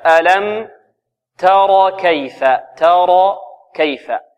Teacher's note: نرقق التاء ثم نفخم الراء ثم نرقق ماذا؟ الكاف. ألم ترى كيف، ترى كيف، ولا نقلل التاء هنا، نقول ترى تاء، ترى تاء، هذا تقليل. · Term: الراء المفخمة